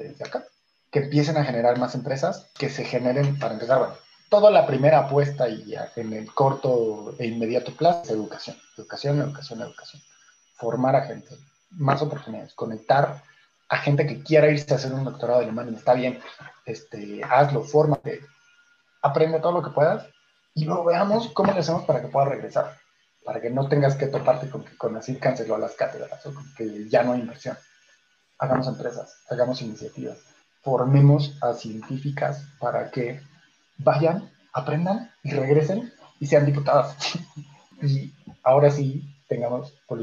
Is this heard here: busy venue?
no